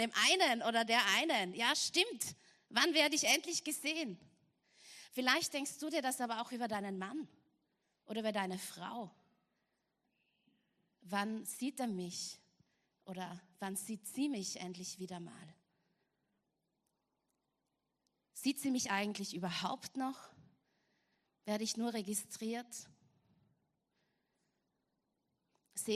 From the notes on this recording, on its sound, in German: Gottesdienst live aus der LIFE Church Wien.